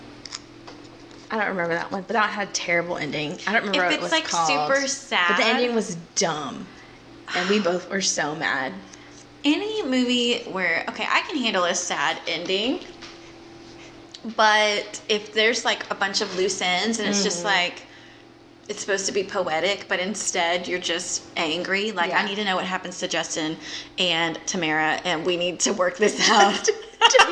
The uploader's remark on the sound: Please forgive any buzzing you might hear throughout